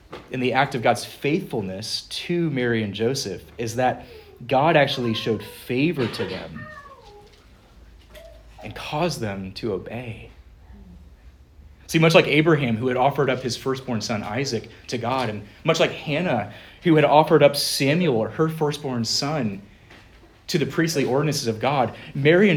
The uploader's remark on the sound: Preached at Good Shepherd Reformed Fellowship